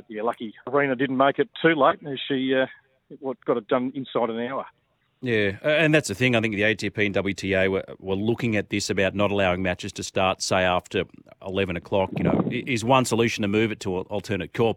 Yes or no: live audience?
no